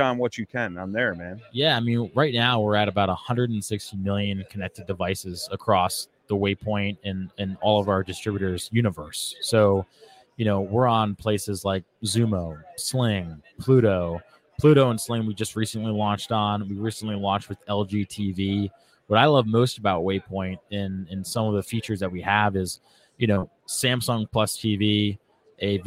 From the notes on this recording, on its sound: OG Show Live From ICast- Waypoint TV.